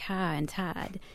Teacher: we have what's called I ungliding. So that's where words like high and tide sound like ha and tad